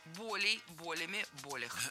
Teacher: Но словари об этом молчат, и помет никаких нет. Поэтому запоминаем слово «боль» с неподвижным ударением на корне, поэтому всегда ударяем первый слог